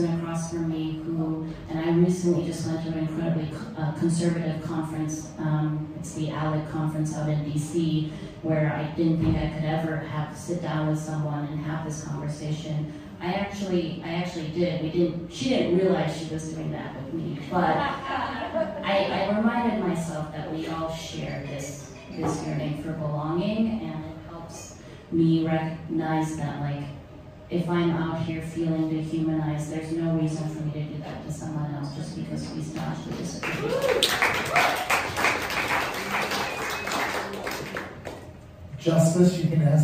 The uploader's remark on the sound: Live Show. The final episode of the live Salon show from December!